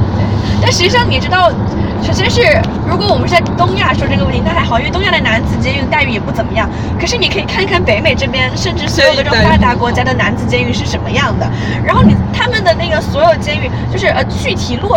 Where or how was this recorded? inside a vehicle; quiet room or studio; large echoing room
inside a vehicle